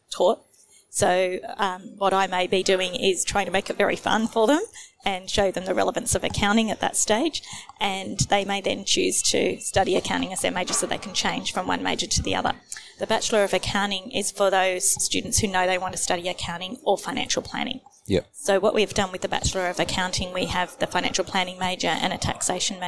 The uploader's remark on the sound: Recorded live at FAAA Congress 2023.